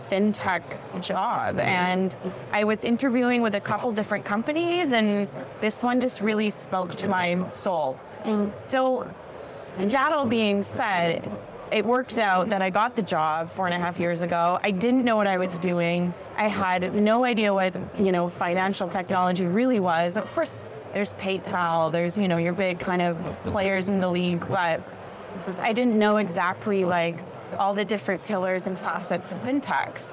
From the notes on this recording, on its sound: live from FinTech Connect